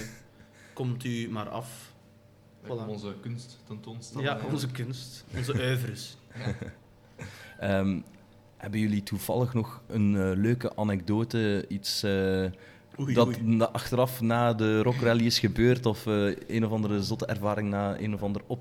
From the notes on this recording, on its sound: This episode was again recorded at Cultuurcafé Foyer in Zottegem.